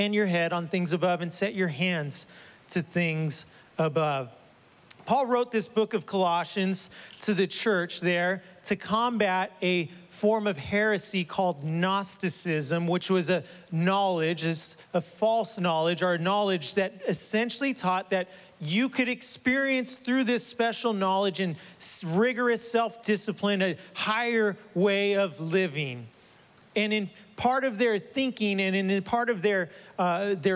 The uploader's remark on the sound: was preached on July 11th at the 11:30AM service.